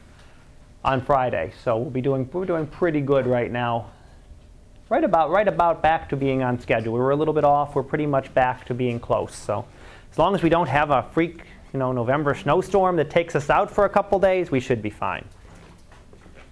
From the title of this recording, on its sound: Live Class Lecture